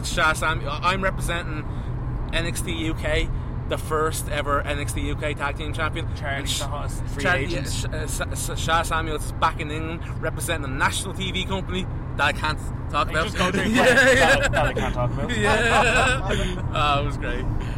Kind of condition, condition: setting, inside a vehicle